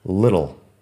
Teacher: Little tiene la I corta y la doble T como si fuera, como si fuera una D